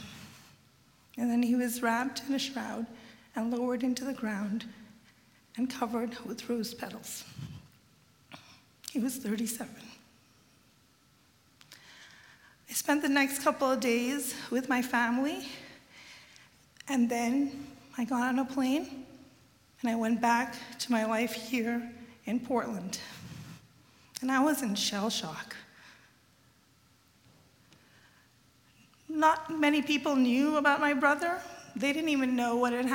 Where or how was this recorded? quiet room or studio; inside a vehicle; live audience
live audience